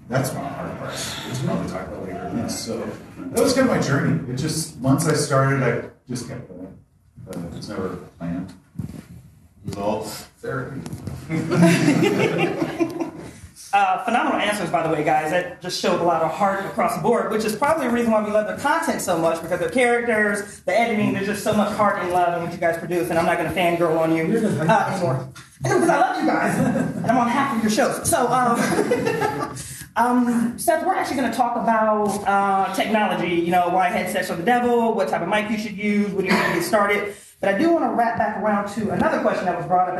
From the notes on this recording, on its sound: Through a covert audio recording we're happy to bring you the Podcast & Streaming panel from ChaosiumCon 22' !